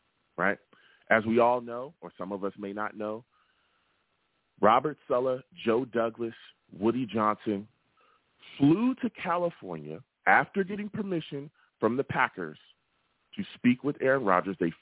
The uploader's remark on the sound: I take live callers!